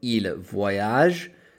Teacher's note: ILS, VOYAGENT. Totally skip the ENT and end it on the soft G. So ils voyagent.